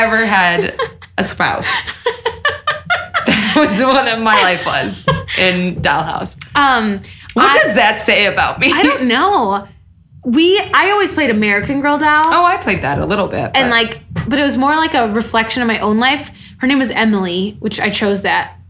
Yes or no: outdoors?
no